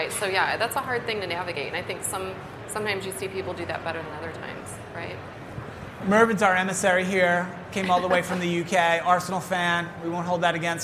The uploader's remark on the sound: HR Happy Hour - LIVE from the 2023 HR Technology Conference. Join us LIVE from the HR Technology Conference in Las Vegas!